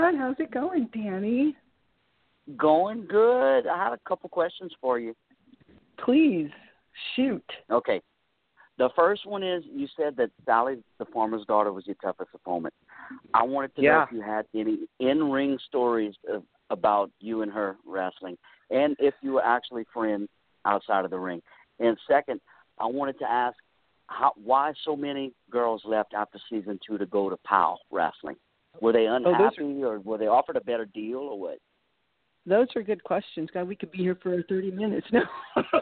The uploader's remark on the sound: take your calls LIVE on air